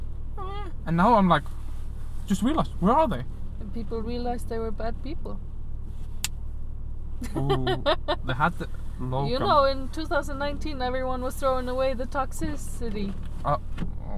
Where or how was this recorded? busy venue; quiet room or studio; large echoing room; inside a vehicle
inside a vehicle